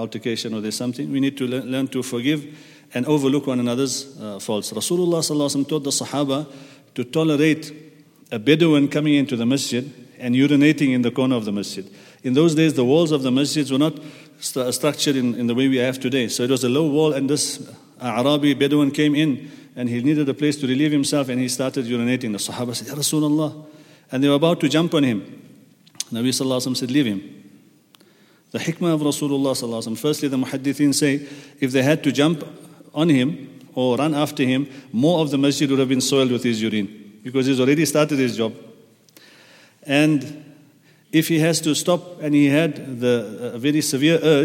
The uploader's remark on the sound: at the Houghton Masjid (West Street)